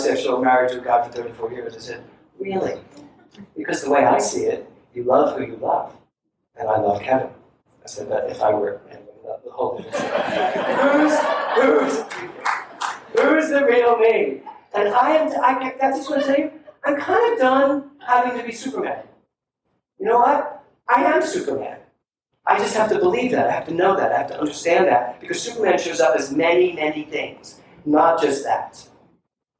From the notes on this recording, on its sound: THE ORIGINAL SOURCE AUDIO IS NOT TO OUR USUAL STANDARDS.